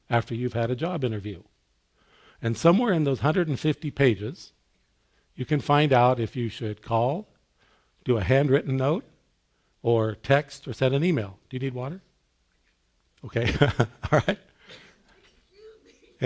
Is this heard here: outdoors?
no